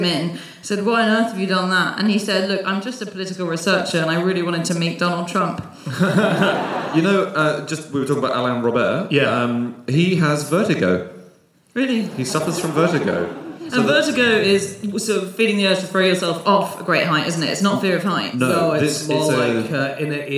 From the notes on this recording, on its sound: Live from Gothenburg